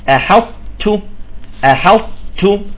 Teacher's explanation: بستعلي وأطبق بالطاء ثم أنزل بانسيابية على التاء